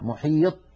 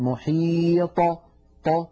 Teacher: فإذا سكنت الطاء اهتزت في مخرجها وخرجت بالتباعد بين طرفي عضو النطق · Shown in: second take · ولم تخرج بالقرع أو بالتصادم بين طرفي عضو النطق كبقية الحروف الساكنة، فنقول في السكون أطى محيط، ولا نقول محيط هكذا محيط، بل نقول محيط ط، فهكذا نخرجها بالتباعد بين طرفي عضو النطق شديدة مجهورة مستعلية مطبقة. · Term: القلقلة